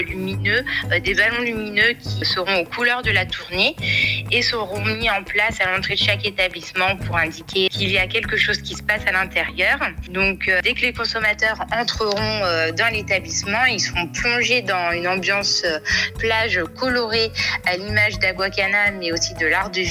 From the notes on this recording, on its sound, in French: Interview par téléphone